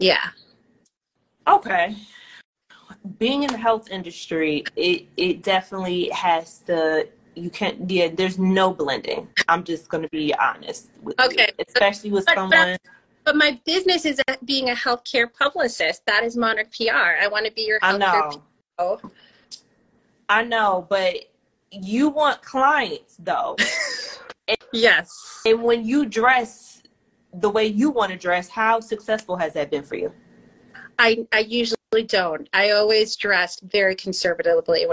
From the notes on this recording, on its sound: The Conversation Series was held on Instagram Live.